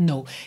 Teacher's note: E no não é um som bilabial, né? A gente não junta lábios para fazer no.